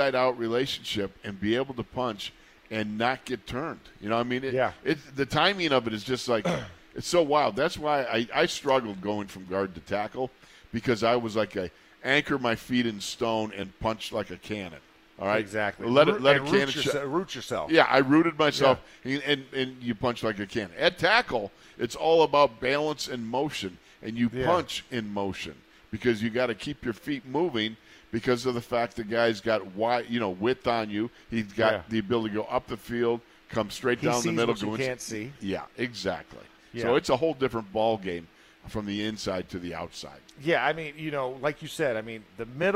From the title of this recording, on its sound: In the Locker Room Live from Steelers Camp